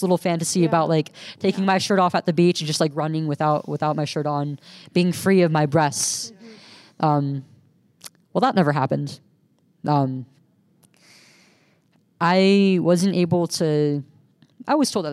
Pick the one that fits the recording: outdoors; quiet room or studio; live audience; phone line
live audience